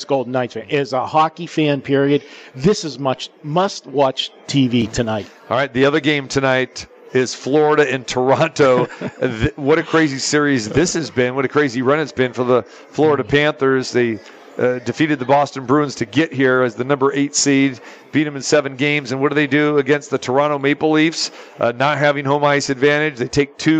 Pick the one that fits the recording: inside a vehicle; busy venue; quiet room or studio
busy venue